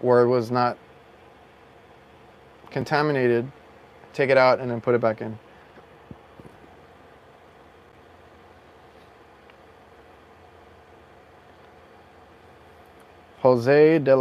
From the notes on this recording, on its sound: Live From My Van. We actually live streamed from my van.